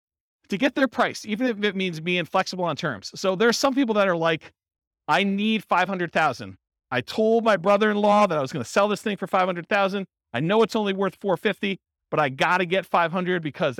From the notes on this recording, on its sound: This was a live class recorded